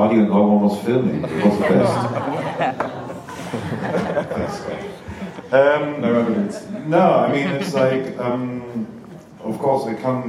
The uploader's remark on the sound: A Panel at Mixcon